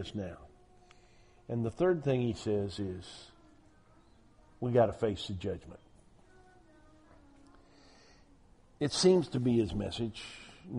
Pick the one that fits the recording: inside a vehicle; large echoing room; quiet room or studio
large echoing room